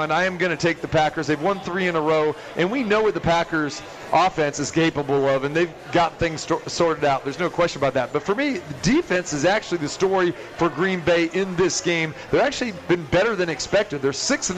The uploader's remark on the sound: Live From The Cosmopolitan of Las Vegas.